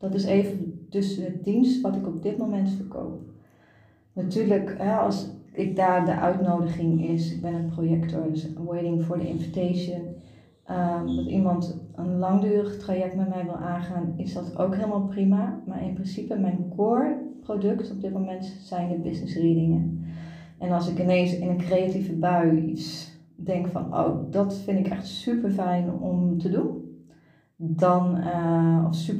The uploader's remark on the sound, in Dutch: Deze aflevering heb ik opgenomen vanuit ontspanning in bad.